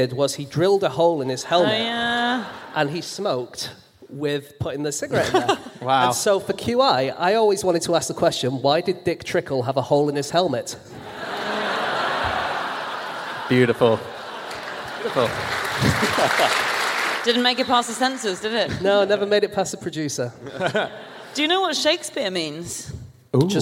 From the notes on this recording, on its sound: Live from Perth